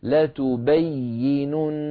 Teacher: الياء صوتها لا ينقطع، لما؟ لأنها حرف رخو